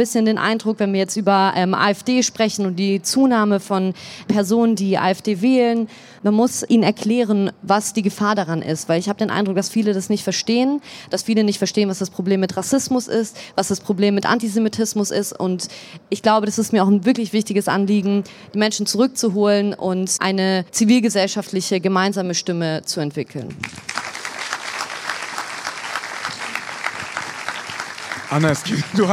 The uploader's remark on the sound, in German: LIVE aus der US-Botschaft in Berlin